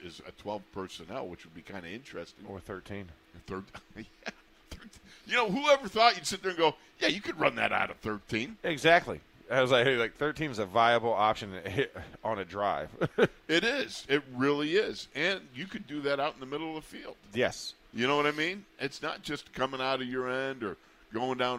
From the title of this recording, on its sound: Live from Steelers Camp Day 15